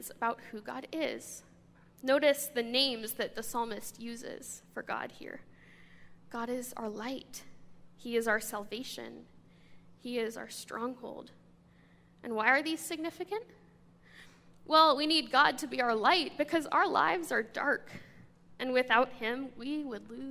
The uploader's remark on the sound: This sermon comes from a guest speaker to our church